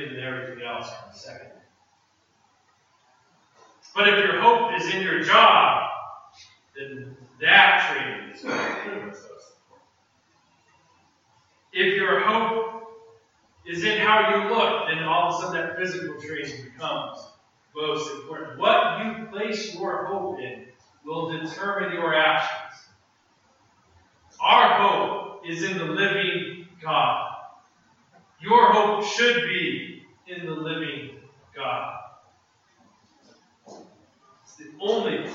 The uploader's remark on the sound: preached this sermon at Restoration Road Church in Wakefield, MA on Sunday, November 27.